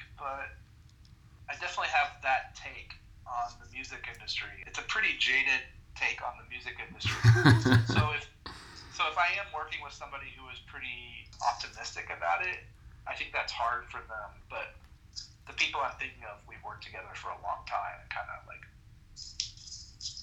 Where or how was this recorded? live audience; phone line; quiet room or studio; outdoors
phone line